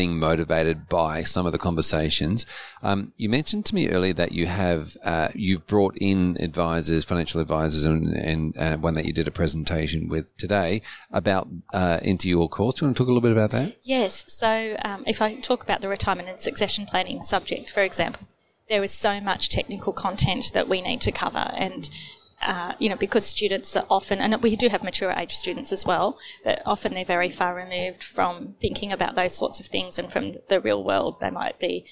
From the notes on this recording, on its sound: Recorded live at FAAA Congress 2023.